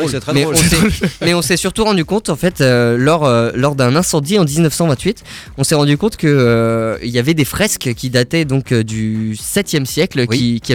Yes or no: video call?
no